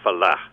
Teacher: But it's not only for worship, but also for what is called falah, F-A-L-A-H, and there's a sort of rough H there